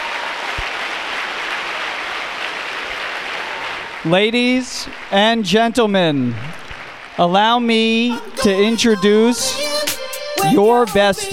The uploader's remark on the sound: This talk was recorded LIVE at the All-In Summit in Miami!